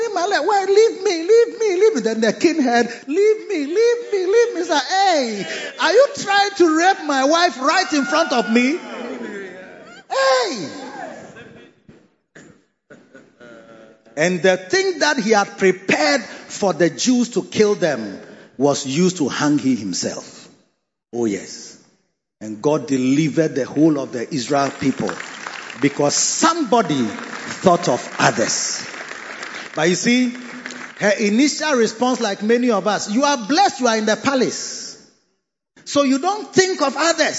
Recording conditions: large echoing room